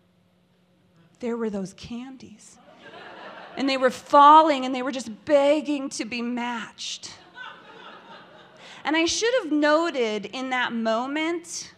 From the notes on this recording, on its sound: Pivot Spokane is a live storytelling event hosted quarterly. This event was recorded live on February 6, 2020.